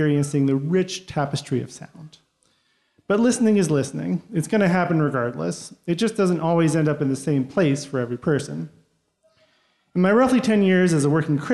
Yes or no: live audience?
yes